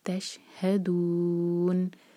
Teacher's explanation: شین ساکن کے بعد ہا، تو ہا پر زور دیں گے. تشہدون اور پھر ہم چار حرکہ کھینچیں گے، مد عربی سکون ہے.